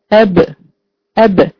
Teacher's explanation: تصطدم الشفة العليا بالشفة السفلى وتنطق حرف الباء ولكن مقلقلة طبعا